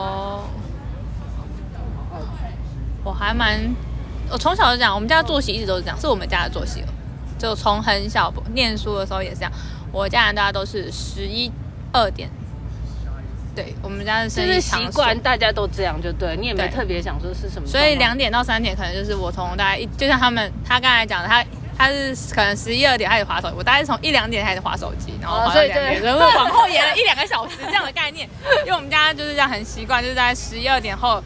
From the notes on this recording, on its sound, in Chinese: 首次街訪。首次席地而坐街頭不收音訪談(含赤裸車聲)。